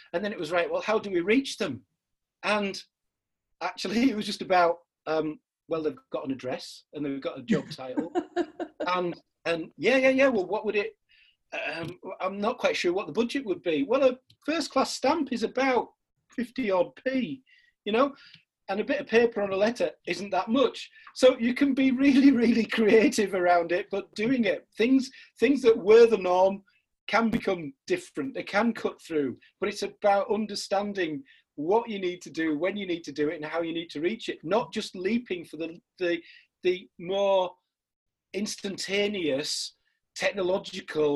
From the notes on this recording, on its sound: This podcast was recorded via Zoom.